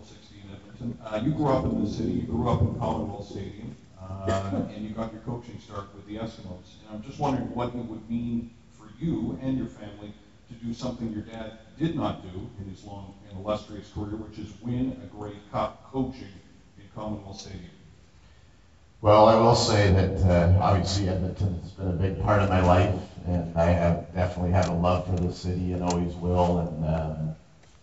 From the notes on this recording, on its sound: Coaches' Press Conference (Day 1, Grey Cup Week). Audio from the first press conference.